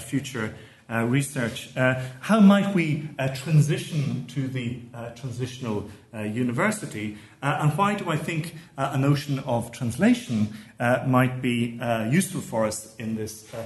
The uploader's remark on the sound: keynote lecture as part of the HI's 2018 Postgraduate Scholars Conference